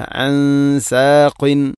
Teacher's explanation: അൻസ സുക്കൂനുള്ള നൂനിന് ശേഷം സീന് വന്നാൽ ഇഖ്ഫാവും ബിഗുന്ന. അൻസാഖീൻ, ഖാഫിൻ്റെയും ഉച്ചാരണം ശ്രദ്ധിക്കുക.